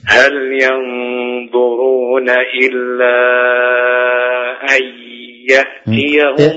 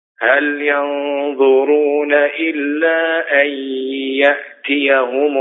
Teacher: لابد من أن يكون الياء من الفم معها غنة من الخيشوم · Shown in: second take · Term: الإدغام بغنة